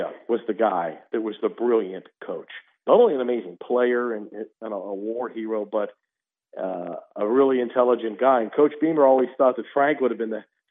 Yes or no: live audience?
no